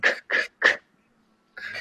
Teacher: da geht der Zungenrücken nach oben an den Gaumen